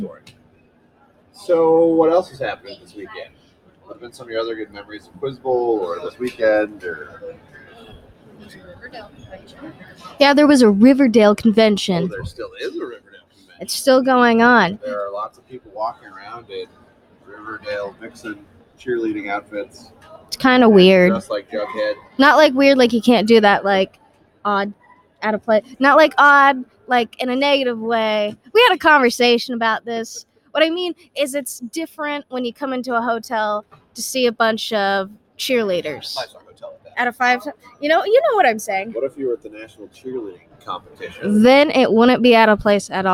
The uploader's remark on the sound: Live from Small School Nationals